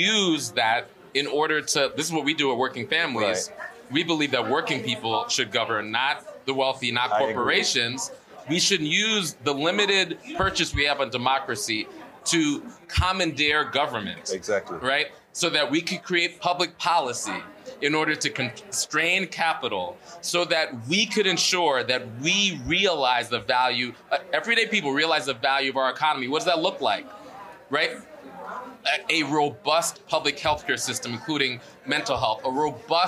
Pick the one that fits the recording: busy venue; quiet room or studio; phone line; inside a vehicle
busy venue